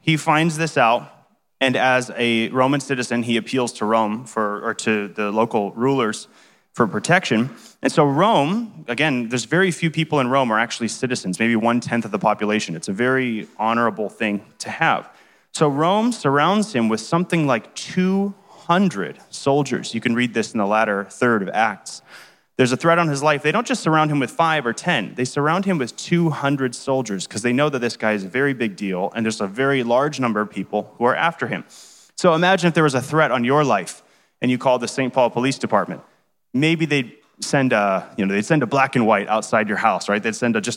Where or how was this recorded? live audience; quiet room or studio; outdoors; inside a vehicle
live audience